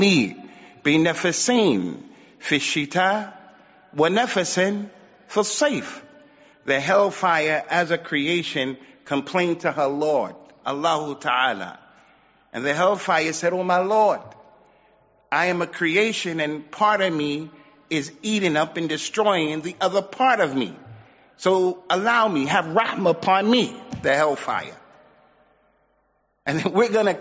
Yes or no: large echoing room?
yes